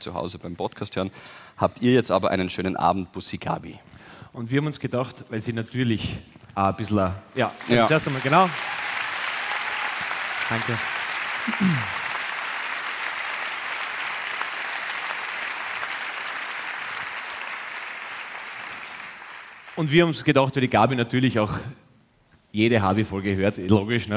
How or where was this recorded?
live audience